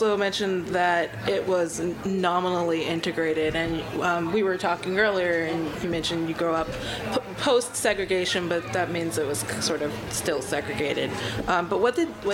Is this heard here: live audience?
yes